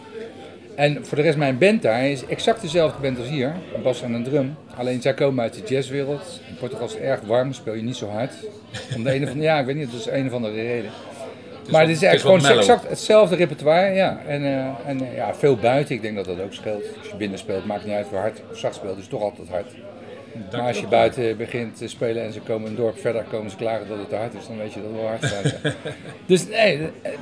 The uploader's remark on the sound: Live in Bluesmoose café